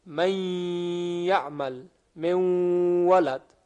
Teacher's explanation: در دو حرف یا و واو در روایت حفص و اکثر قرائات مع الغنه هست بدون خلاف